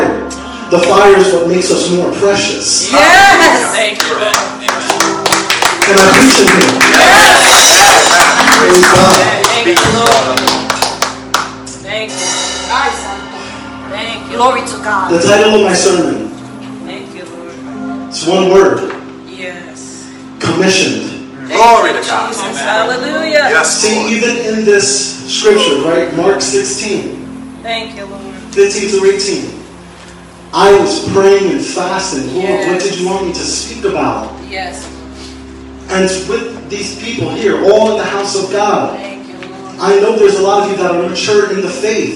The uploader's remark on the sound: Please forgive the audio quality.